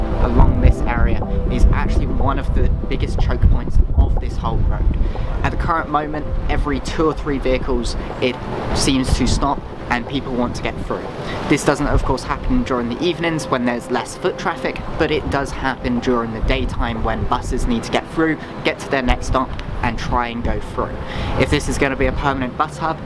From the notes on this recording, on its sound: Sorry that there is a lot of wind noise, I tried fixing it but I couldn't really do much unless I recorded the whole thing.